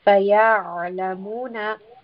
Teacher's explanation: We have عَيْن with a سُكُون. So we want a constriction of the throat because عَيْن is a letter of the throat.